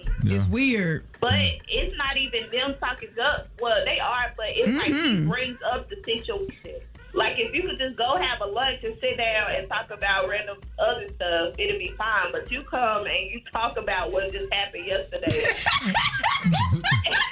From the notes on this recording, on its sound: Today was TV Tuesday so folks called in telling us shows they were watching.